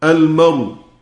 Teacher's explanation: حمزة بينقل حركة الهمزة إلى الراء اللي هي كانت ضمة وبيحذف الهمزة